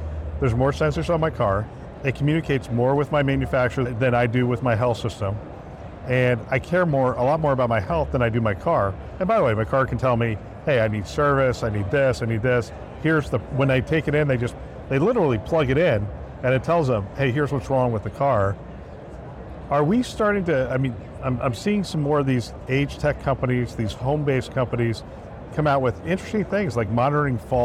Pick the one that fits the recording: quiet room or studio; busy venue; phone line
busy venue